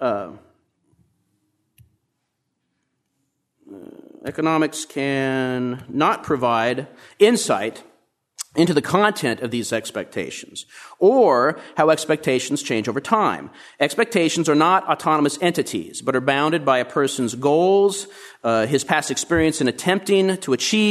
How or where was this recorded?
large echoing room